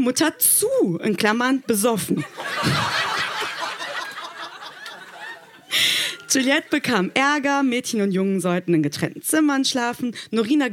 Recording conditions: live audience